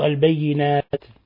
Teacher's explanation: حينما وقفنا على لفظ البينات وقفنا على التاء نقف عليها بالسكون، فيكون هذا من قبيل العارض للسكون.